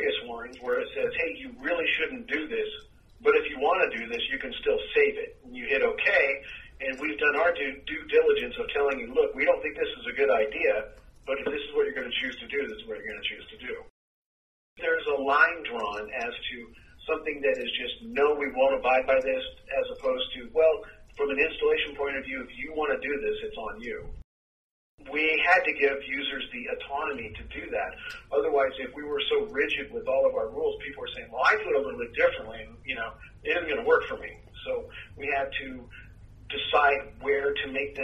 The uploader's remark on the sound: Phone Interview